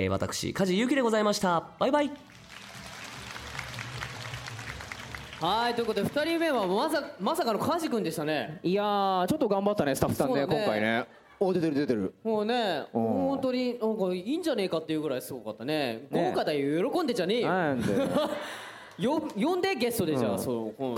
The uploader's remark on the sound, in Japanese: 8/30に下北沢タウンホールで行われた。100回記念の公開録音の模様をお届けします！